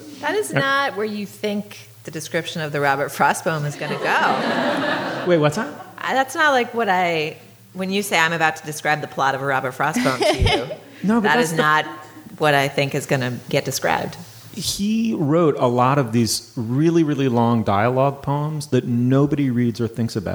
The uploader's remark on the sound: Live from The Mount Edition. Live from Edith Wharton's estate The Mount in the Berkshires.